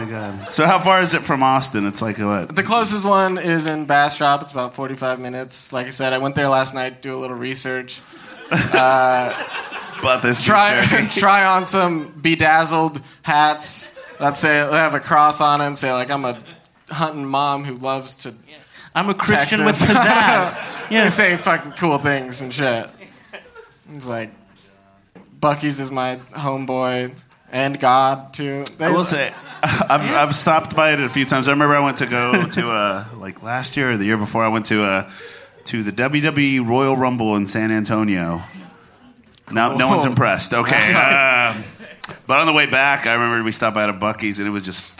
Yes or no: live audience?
yes